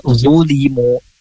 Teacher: zu mirip dengan huruf za ya, cuman dia tengah lidahnya itu terangkat, dia punya sifat itbaq yang baik. Zulimu lebih tebal suaranya.